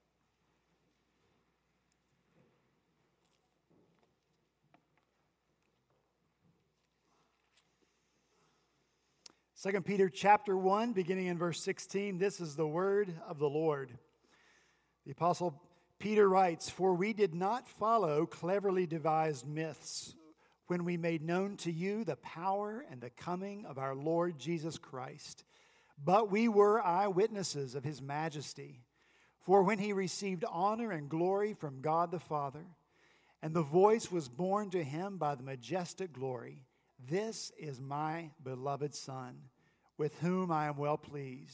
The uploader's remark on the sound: At Redeemer Presbyterian Church in Charleston, SC, our youth and children helped lead us in worship. The youth and children told the Christmas Story. Our senior pastor wrapped up their pageant with a short sermon about rejoicing in the prophecy.